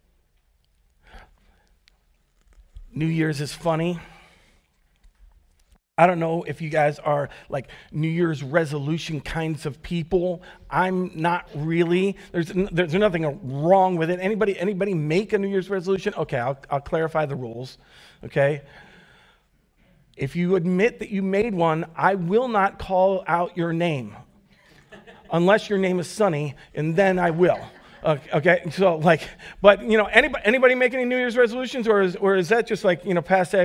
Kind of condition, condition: setting, large echoing room